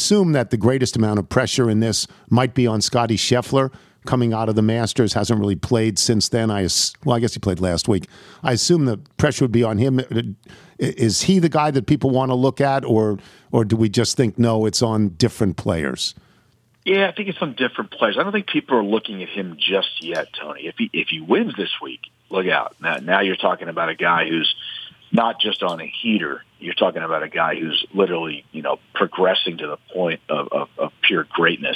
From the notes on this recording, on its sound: phones